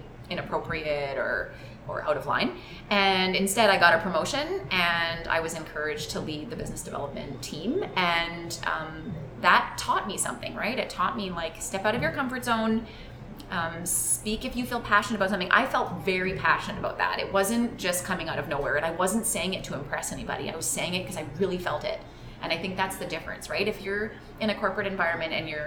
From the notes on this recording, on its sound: Episode 34 was recorded right inside the Sherwood Park Glow Juicery while we both drank Glow Juice.